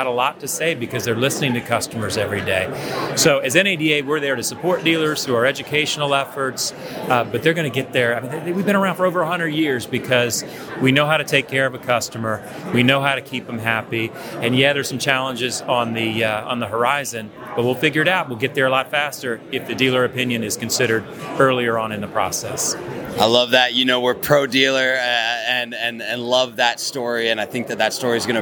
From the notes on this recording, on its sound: ASOTU was on the ground during the 2023 NADA Show